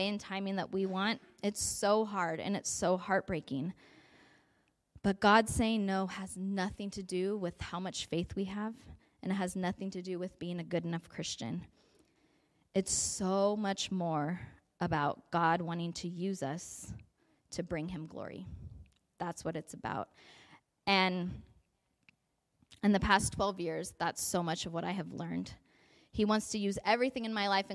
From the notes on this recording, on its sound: A message delivered at the 2023 Spring Tea at La Mirada Church.